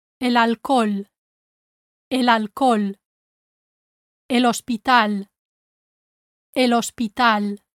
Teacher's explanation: When you say el alcohol and el hospital, make sure your H is silent.